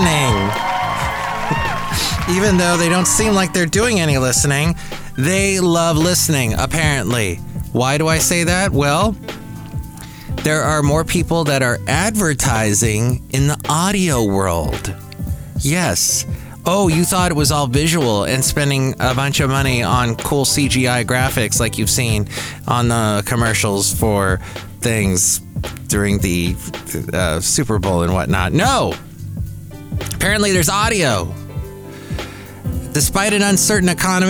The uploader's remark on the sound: podcasts live from Cafe Anyway